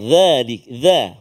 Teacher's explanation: Dhalik, dha, huruf dhal, hujung lidah kita keluar sedikit.